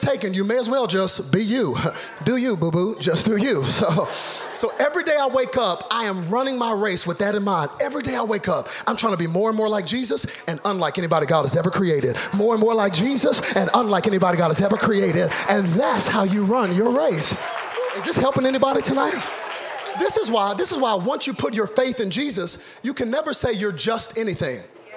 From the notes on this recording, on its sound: Zoe Church LA. Live from El Rey Theater.